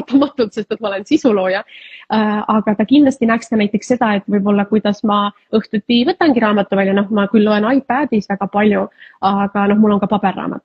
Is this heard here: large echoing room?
no